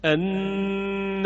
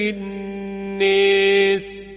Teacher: پس سوسی به فتح خونده، دوری به اماله.